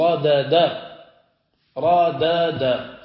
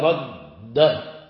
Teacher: الأصل رادادا، رادادا، كما تقول كتابا ودخالا، رادادا كما سنعرف إن شاء الله، لكنك تقول في هذا رد، تنطق بالدالين نطقا واحدا، ترفعهما يرتفع اللسان بهما ارتفاعة واحدة · Shown in: second take · Term: الإدغام